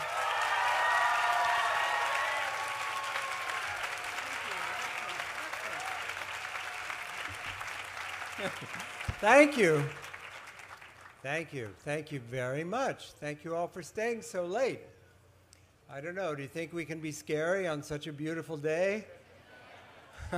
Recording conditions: live audience